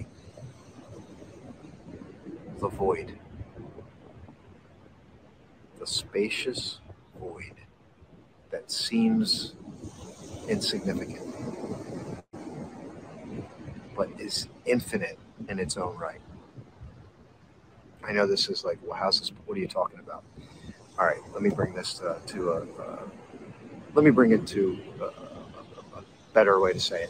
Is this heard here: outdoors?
yes